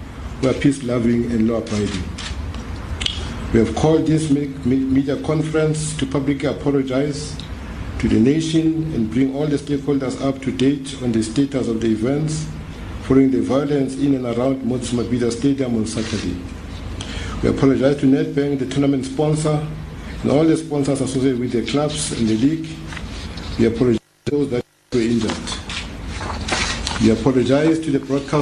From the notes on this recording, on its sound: addressing a media conference